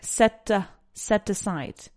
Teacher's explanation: set finishes in a T and aside starts with an A. What does that mean? That it is a brilliant opportunity to kind of link them together.